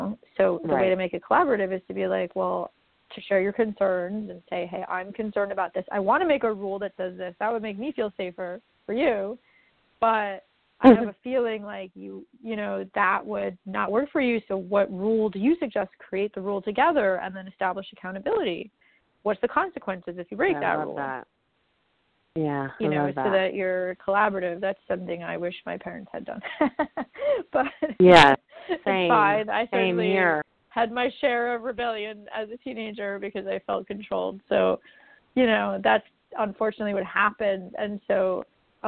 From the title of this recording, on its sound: A Call-In Show